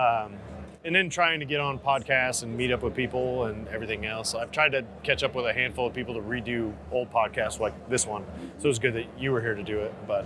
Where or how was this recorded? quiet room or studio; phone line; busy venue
busy venue